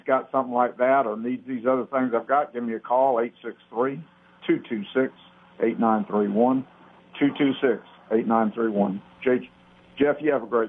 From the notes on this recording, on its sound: takes your phone calls